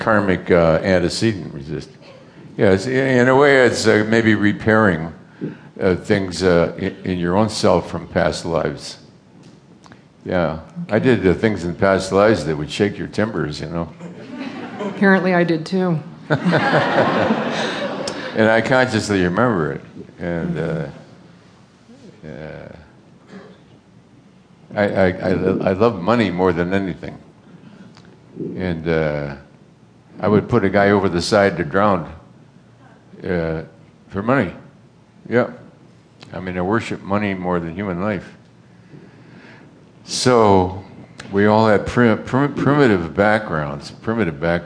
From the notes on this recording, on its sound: Answers questions from the audience.